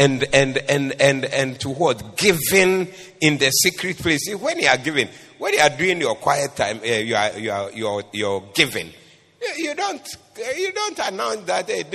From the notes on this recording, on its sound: Preached on 07012024 at the Doxa Service